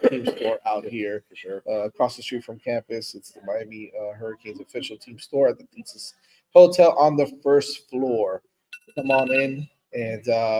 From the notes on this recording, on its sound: In a live show from the official team store.